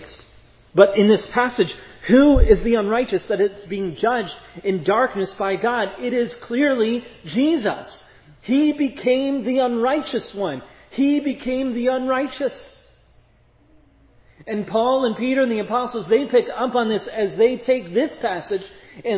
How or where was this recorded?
large echoing room